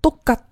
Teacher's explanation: 前面这个字的收音，k，跟后面这个字的辅音加在一起，变成了一个紧音的这样一个发音方式